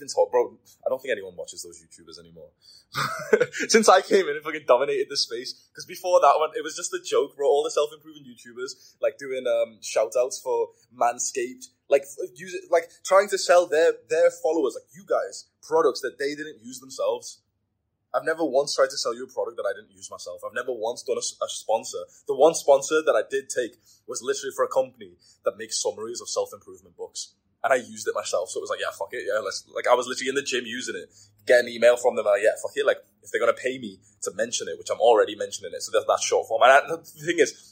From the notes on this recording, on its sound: Apologies about the audio quality here, I really tried editing it.